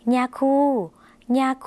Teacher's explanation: ย่อยุ่งในภาษาลาวออกเสียงขึ้นจมูกนะคะ